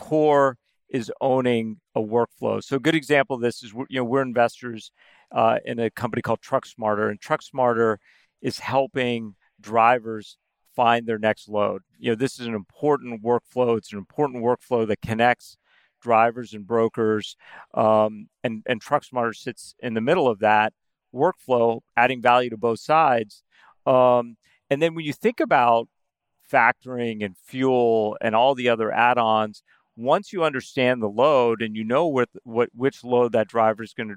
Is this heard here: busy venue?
yes